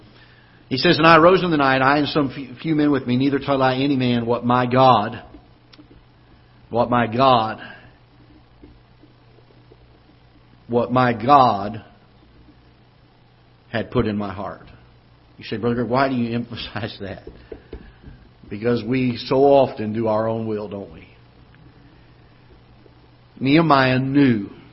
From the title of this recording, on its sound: Ketha Heights Baptist Church ~ Live Broadcast